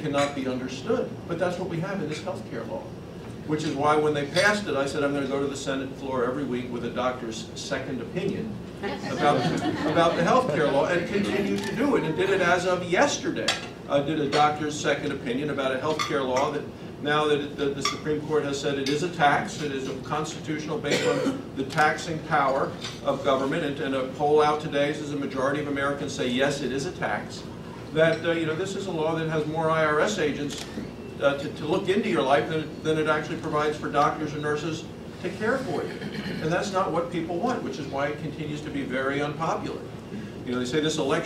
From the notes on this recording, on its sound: WASHINGTON, DC. The Ripon Society held a breakfast discussion.